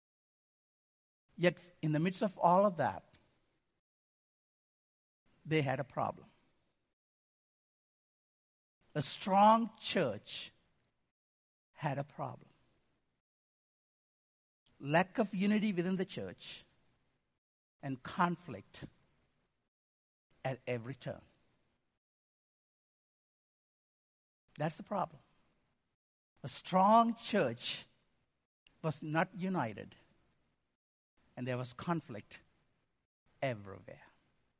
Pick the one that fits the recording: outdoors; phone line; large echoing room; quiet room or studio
large echoing room